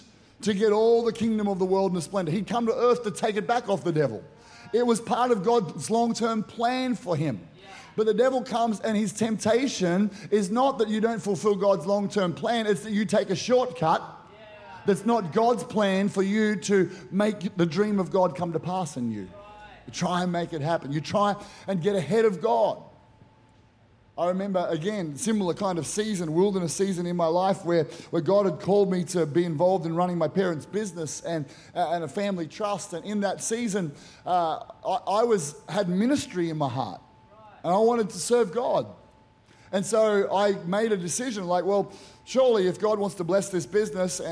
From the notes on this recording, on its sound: Powerhouse Conference 2023: Glory To Glory. Recorded during our the first session, 6:30pm.